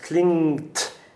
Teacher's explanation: But in that case, they're actually pronouncing it incorrectly because it really is only the N with the hook on the right-hand side, just that NG sound going straight to a T with no K in between the two of them.